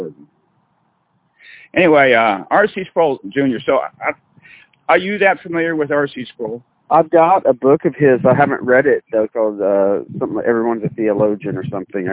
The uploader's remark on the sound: Walking around under the hot sun and pacing back and forth in a local park while receiving strange looks from "normal" people.